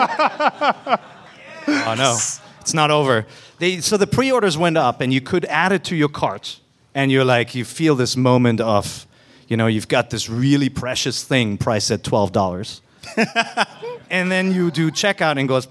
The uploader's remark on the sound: IGN opened it's door to the community on February 26, 2015 and hosted a live show for your favorite Nintendo podcast